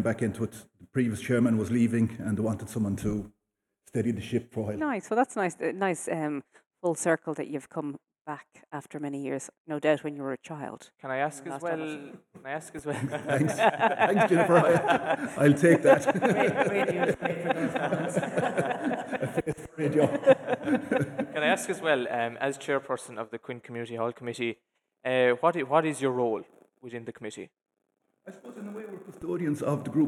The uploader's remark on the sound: LIVE FROM Quin Community Centre